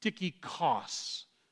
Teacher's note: In the Greek, it is Tychicus, with the emphasis on the last syllable.